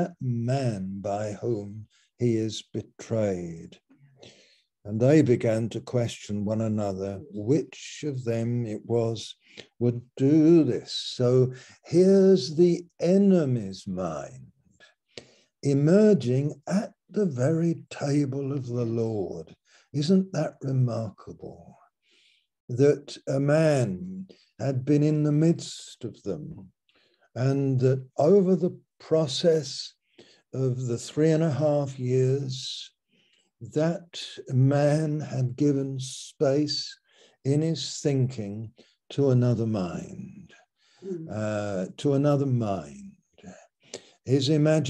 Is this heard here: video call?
yes